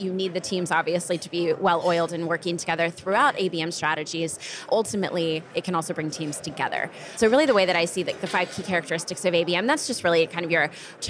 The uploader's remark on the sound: During an interview on the show floor of the 2023 B2B Sales & Marketing Exchange in Boston, Mass.